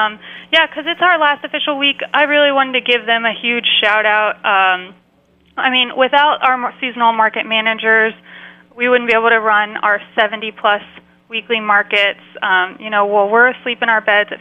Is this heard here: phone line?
yes